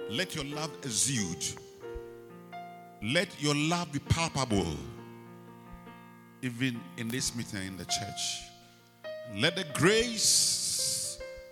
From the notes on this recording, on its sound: Preached at the Rose of Sharon Cathedral, Catch the Anointing Centre, LA - Accra